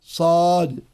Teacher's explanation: والصاد حرف قوي لأنه حرف مطبق مستعلن، فيه صفير وهو مهموس